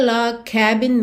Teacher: você junta ali meio que num som só, como se você não falasse o G de log, porque você já vai ter o C